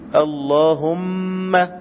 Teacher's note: مخرج الميم شفوي، اللهم هكذا بضم الشفتين